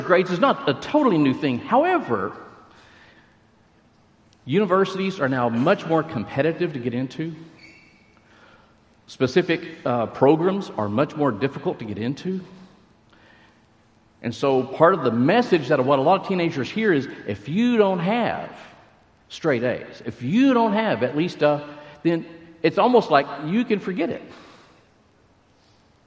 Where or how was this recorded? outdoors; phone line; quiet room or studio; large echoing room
large echoing room